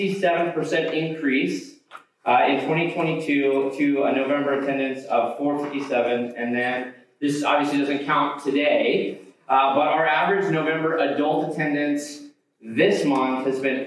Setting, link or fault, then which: fault, poor sound quality